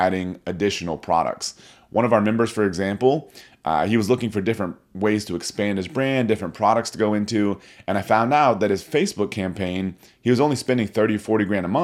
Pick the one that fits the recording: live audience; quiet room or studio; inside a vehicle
quiet room or studio